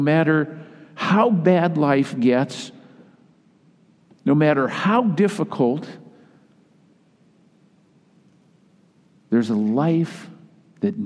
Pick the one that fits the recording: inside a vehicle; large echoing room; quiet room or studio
large echoing room